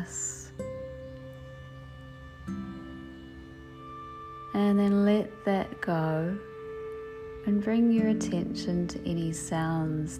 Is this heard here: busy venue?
no